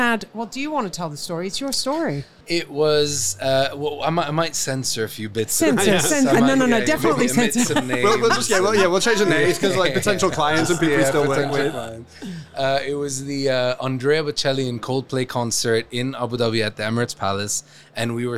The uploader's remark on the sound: Live from SES